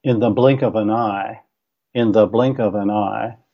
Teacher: two unstressed syllables followed by a stress · Term: anapest meter